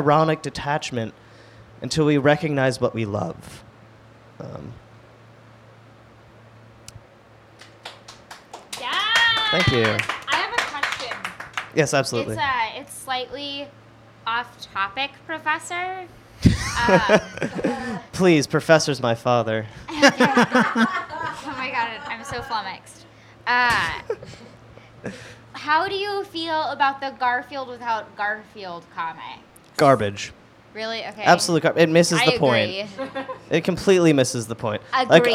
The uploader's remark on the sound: This episode of Cat Talk was recorded live in New York City at the Experimental Comedy Gallery in Brooklyn.